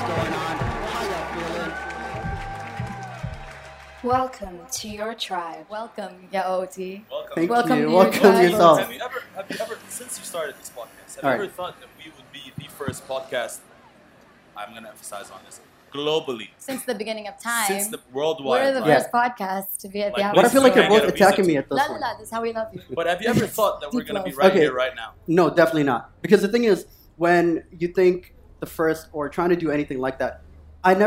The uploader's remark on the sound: Live From #TodayAtApple.